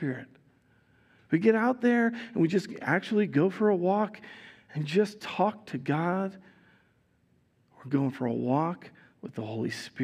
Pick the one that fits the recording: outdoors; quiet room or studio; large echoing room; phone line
large echoing room